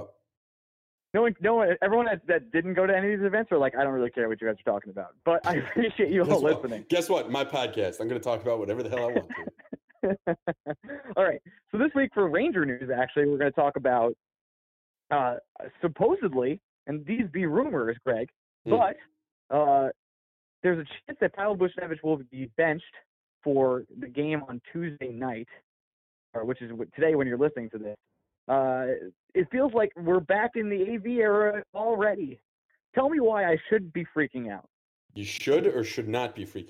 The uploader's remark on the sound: Sorry for the call in episode two weeks in a row.